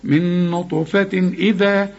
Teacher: تنوين وبعده همزة، ما فيش غنة · Term: الاظهار